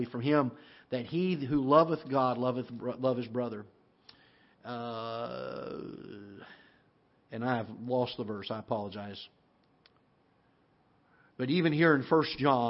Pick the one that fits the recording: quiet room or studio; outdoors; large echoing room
large echoing room